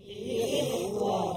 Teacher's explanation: Li ikhwa. Huruf kha kita kenal pasti dekat mana tempat keluar dia, iaitu di hujung ataupun permulaan rongga kerongkongan kita ini.